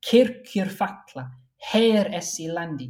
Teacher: You get this definite punchiness to the K sound and the H sound because it's able to be not just the first stressed syllable of that line, but the first syllable of that half line altogether.